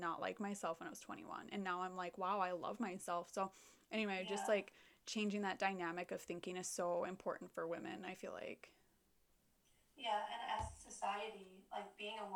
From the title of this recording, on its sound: Technical Difficulties and All!